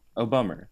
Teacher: So, like, if you're an English person and, like, a word in, you use in the middle of a sentence ends in A, you'll put an R on the end · Term: intrusive R